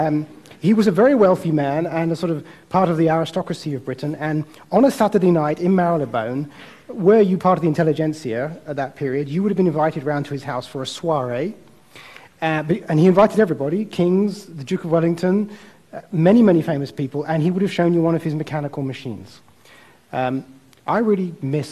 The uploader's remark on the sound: Recorded at TEDxImperialCollege